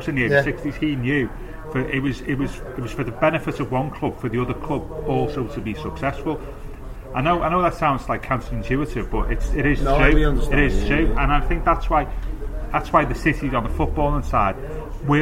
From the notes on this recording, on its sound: We head back to the Bramley Moore pub